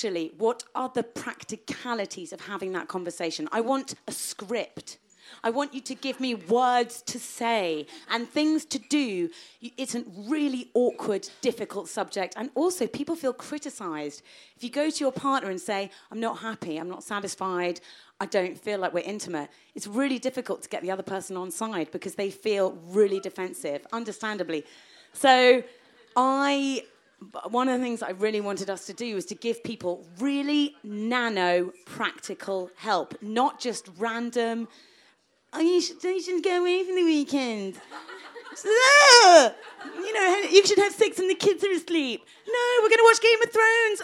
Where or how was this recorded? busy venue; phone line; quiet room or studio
busy venue